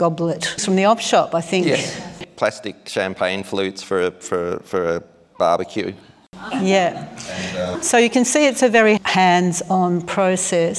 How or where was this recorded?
live audience